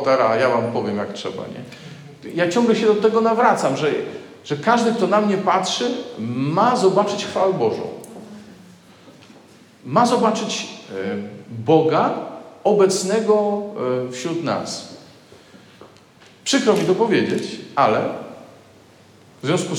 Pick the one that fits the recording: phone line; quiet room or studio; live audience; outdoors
live audience